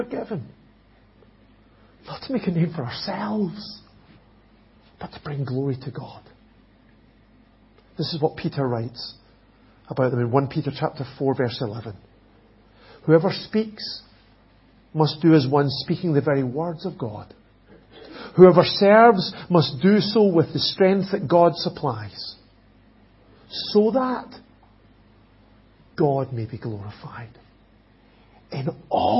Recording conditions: large echoing room